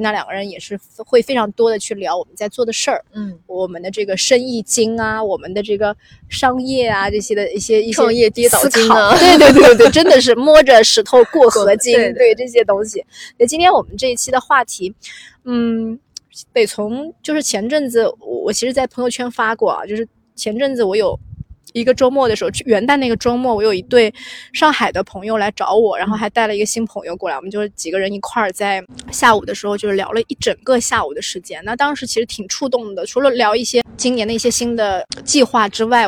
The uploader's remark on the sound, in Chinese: 本期录制在户外大草坪，和大家一起沐浴阳光感受微风